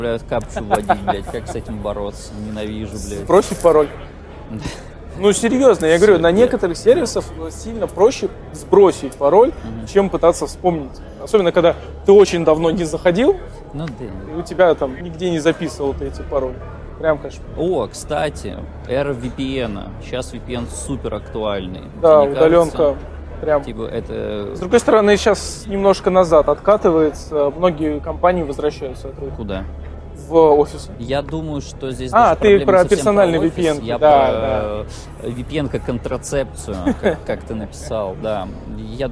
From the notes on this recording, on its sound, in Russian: Почему у нас опять странный звук на фоне.